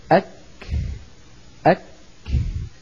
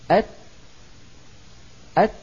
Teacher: فيهما صفة الشدة ثم فيهما صفة الهمس، شدة زائد همس، و أن الكاف والتاء شديدتان في أولهما مهموستان في آخرهما